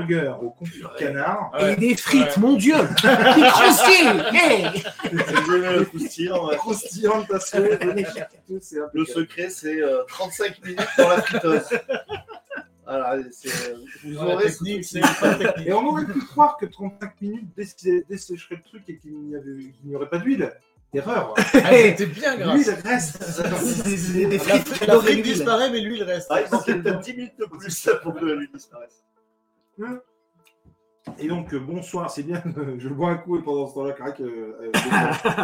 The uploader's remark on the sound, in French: APÉRO COMICS #21 à Montpellier. Désolé pour le son de moins bonne qualité qu'à l'accoutumée mais le Setup fut "de voyage" pour cet apéro.